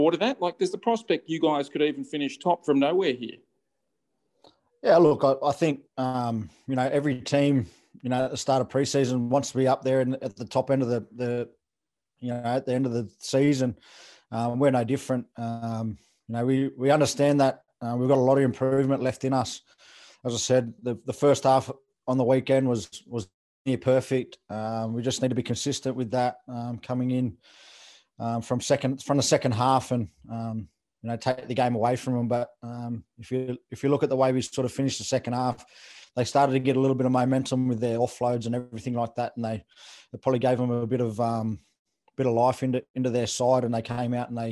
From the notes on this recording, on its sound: Chat to the media via Zoom.